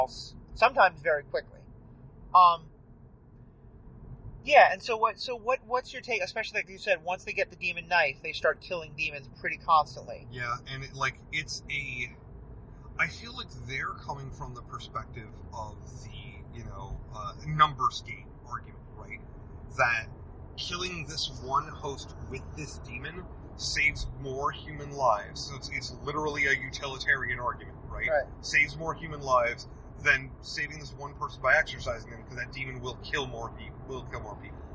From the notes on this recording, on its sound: What better place to discuss the cross country antics of the Winchester Brothers than the open road? While driving cross country. Our schedules haven’t allowed us the chance to record under our normal conditions, and while talking about Supernatural while driving down the highway seems rather fitting, we know that the sound quality is a lot lower than what we like to provide you.